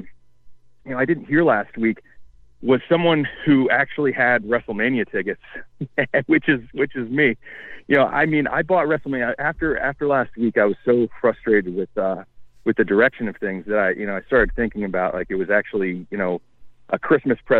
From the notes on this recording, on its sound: They are joined by live callers and an on-site correspondent who detailed crowd reactions.